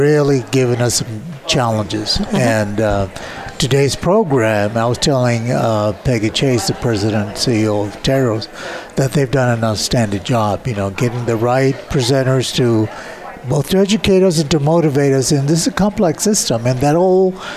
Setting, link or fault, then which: setting, busy venue